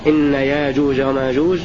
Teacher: ويقرأ غيره إن ياجوج وماجوج بالإبدال وحتى إذا فتحت ياجوج وماجوج بالإبدال